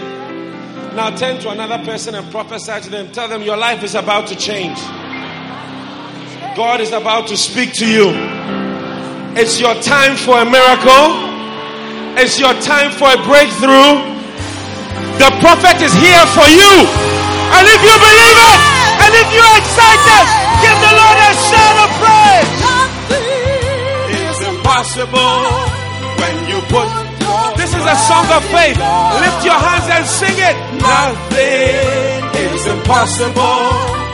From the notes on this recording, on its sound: Preached at the Prophetic Encounter Service.